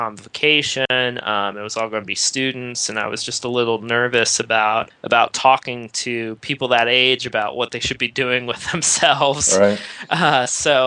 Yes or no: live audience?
no